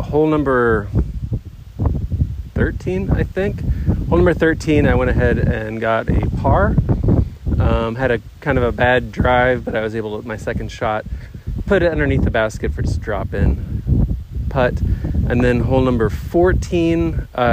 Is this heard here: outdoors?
yes